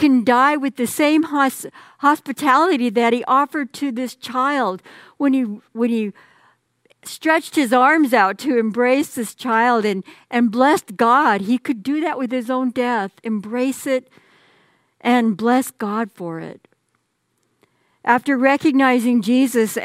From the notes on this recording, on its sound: Message on the First Sunday of Christmas is delivered during the Traditional Worship Service. San Marino Community Church.